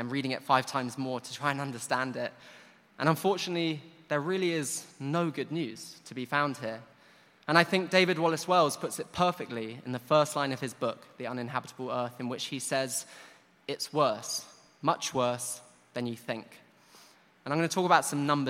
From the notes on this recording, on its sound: Recorded at 5x15 live in London at EartH Hackney on 8th October 2019.